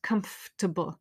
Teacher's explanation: And normally when able is at the end of the word, it's unstressed and it becomes able. So in a word like comfortable, the stress is right at the start, comfortable. And this makes everything else weak. · Term: word stress